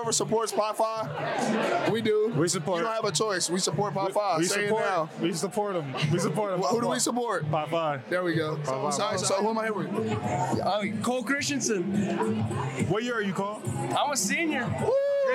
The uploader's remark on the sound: Recorded at Eskimo Joe's on Wednesday, December 13, 2023.